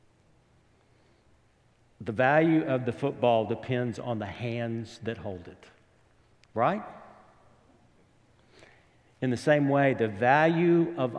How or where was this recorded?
large echoing room